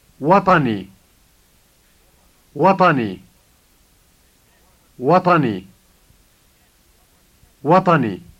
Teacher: The T sound in the middle is the emphatic T.